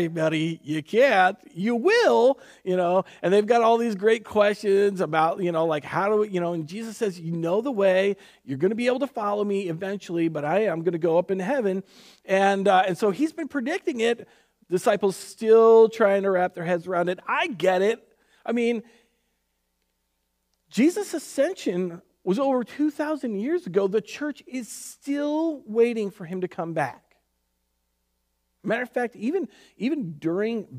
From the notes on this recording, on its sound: Recorded on May 3rd, 2020 at Word of Life Church in Le Sueur, MN. WHOLE SERVICE AUDIO.